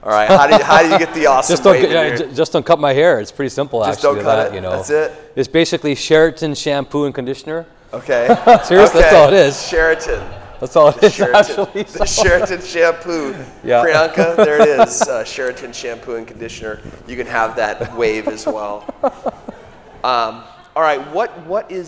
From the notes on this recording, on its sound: For an on-stage interview at the ME Live meeting in Nashville. In this live recording. While fielding questions from the audience.